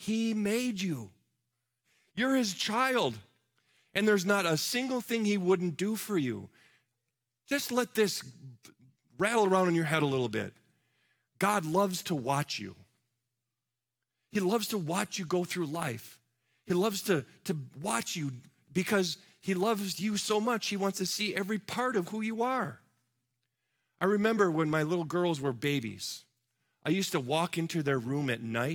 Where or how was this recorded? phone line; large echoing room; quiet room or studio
large echoing room